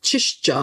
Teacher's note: Also man hat so, so Zischlaute da wo wir Ks haben oder Gs.